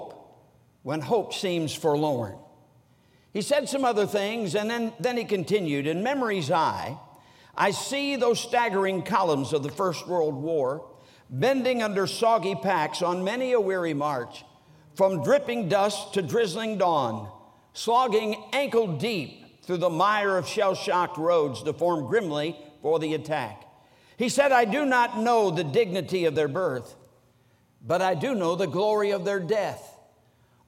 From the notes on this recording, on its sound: during the Monday Evening service of the 47th Annual Stewardship and Missions Conference on October 16, 2023, at North Valley Baptist Church in Santa Clara, California